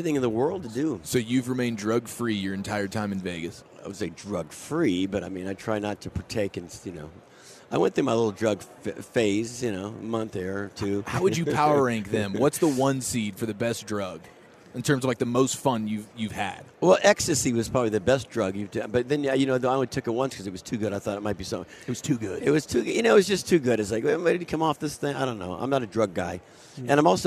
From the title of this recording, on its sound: live from Super Bowl Radio Row